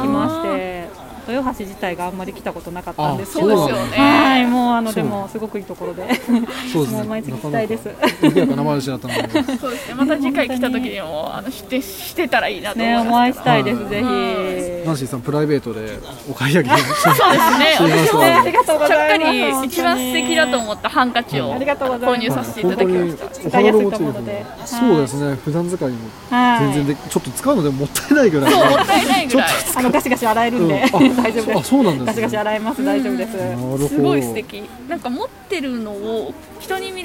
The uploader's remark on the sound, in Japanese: 愛知県豊橋市で開催された水上ビルの朝市に参加してきました。初めてのインタビューに我々も少し緊張しましたが、お店の方々がとっても優しく温かかったので素敵な収録ができました。食べ物に音楽、アートや植物など、様々な物が出展される朝市。